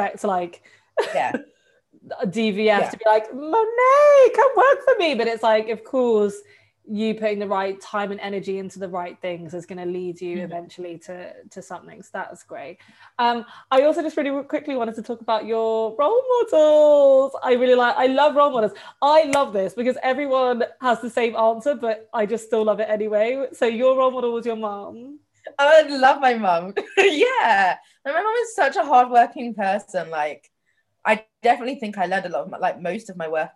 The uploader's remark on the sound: THIS EPISODE WAS RECORDED VIRTUALLY OVER ZOOM - AUDIO QUALITY IS AFFECTED (SORRY!)